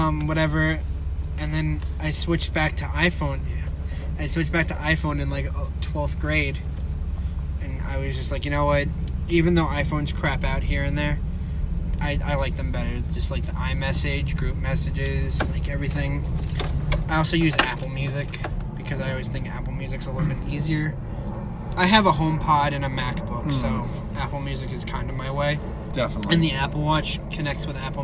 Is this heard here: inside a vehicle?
yes